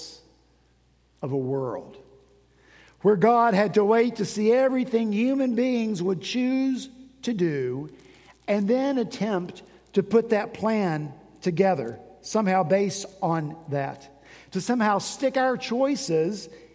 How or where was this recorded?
large echoing room